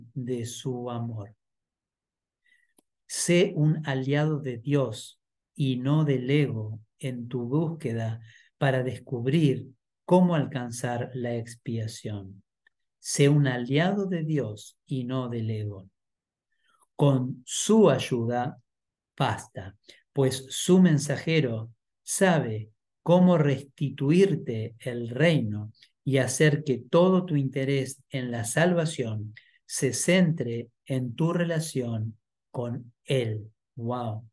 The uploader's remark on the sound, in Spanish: Clase en vivo por Zoom desde UCDM Iluminación.